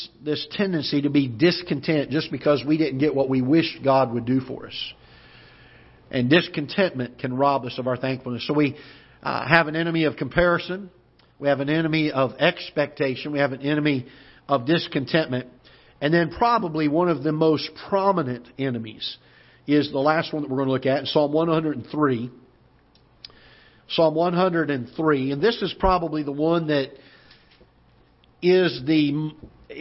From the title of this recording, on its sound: Ketha Heights Baptist Church ~ Live Broadcast